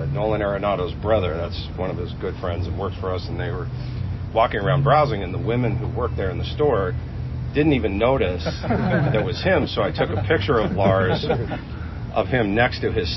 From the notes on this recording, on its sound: Live from the GM Meetings